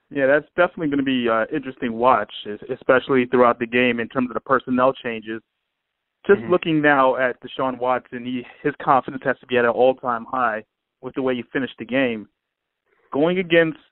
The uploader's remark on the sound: calls